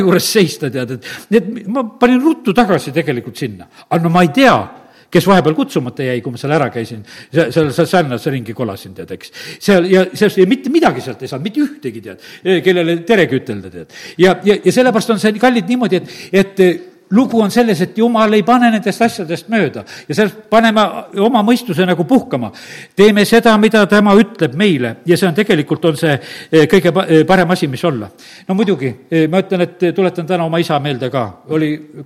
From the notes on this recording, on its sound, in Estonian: Audio salvestus koosolekult